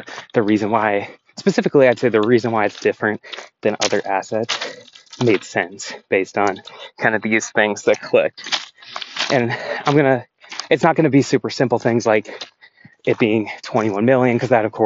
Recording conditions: outdoors